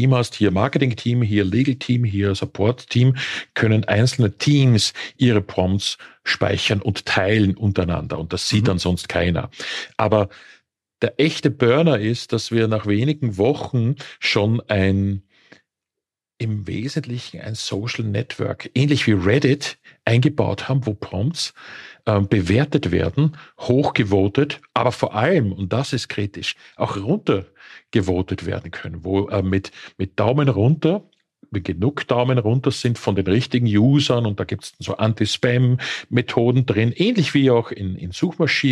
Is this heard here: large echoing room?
no